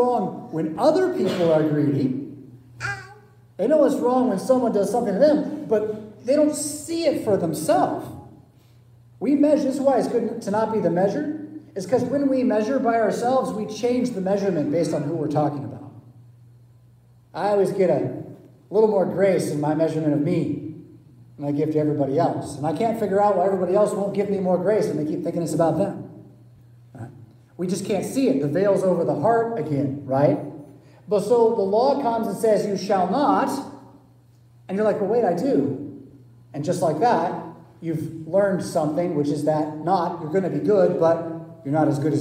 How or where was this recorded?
large echoing room